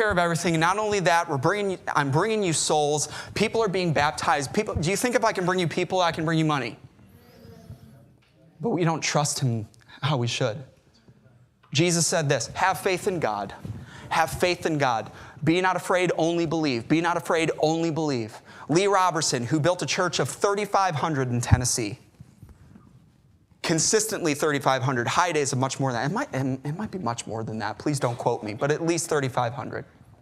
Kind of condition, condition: setting, large echoing room